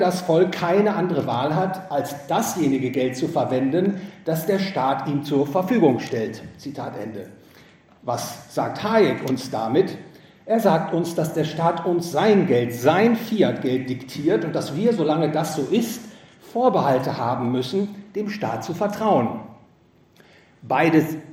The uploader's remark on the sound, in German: Gehalten auf dem GVS Finanzkongress. In Wien.